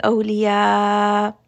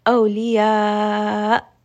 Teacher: make sure that Hamza does have jahr so that it's not getting dropped and turning into a med · Shown in: second take · So instead of saying awliya, you don't hear that Hamza, make sure it's audible. · Term: Hamza has jahr